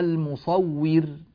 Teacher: لما وقفنا عليها صارت الراء ساكنة وقبلها واو مكسورة · Term: نرقق الراء